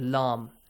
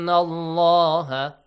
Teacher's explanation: And make sure the pronunciation of the word Allah, because there is a فتحة sound before, it has to be heavily pronounced · Shown in: second take · The لام.